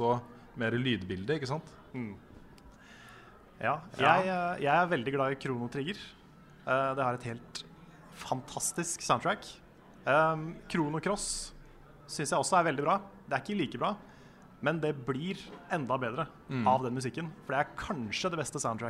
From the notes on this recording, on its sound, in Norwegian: For første gang spilles hele Level BackUp inn foran et live-publikum! Vi satt på spillkonserten Score på Oslo konserthus, der vi podcastet for publikum som ventet på å komme inn på konserten.